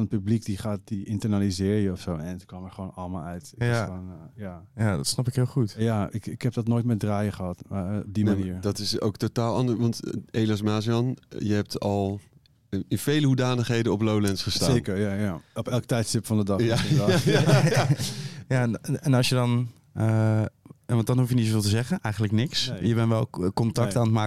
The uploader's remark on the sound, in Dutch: Live vanuit de artist village op Lowlands is dit de zaterdagaflevering van LLowcast. Doen verslag vanuit alle hoeken en gaten van het festival.